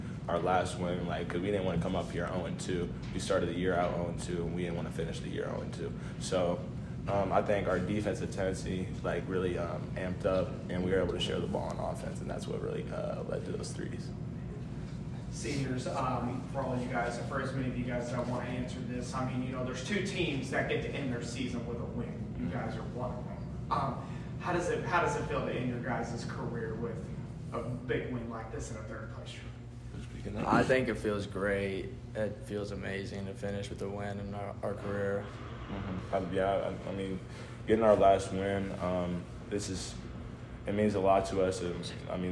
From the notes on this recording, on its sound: audio from the postgame presser